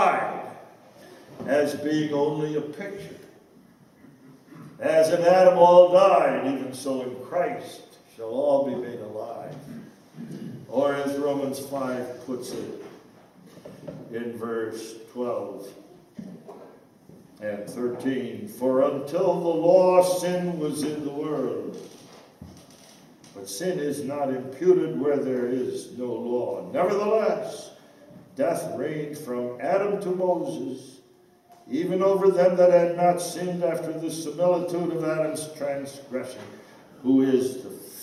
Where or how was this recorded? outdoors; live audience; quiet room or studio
live audience